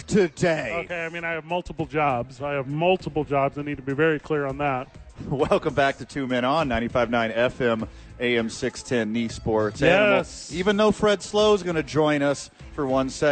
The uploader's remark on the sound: live from Red Door Brewing